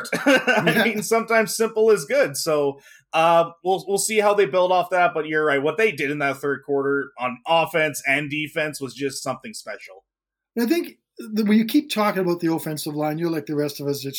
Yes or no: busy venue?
no